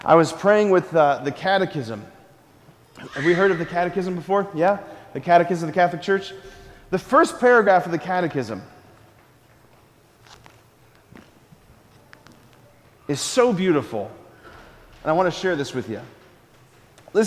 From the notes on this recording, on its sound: preached this homily on October 12, 2023 at Sacred Heart of Jesus Catholic Church in Wadsworth, OH.